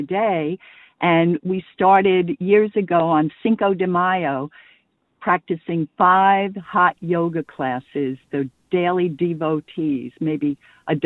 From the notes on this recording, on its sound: Listeners call